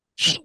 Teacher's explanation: But it's pronounced KJUS, spelled KJUS, because the Norwegians don't pronounce a K and a J. They pronounce it as an SH.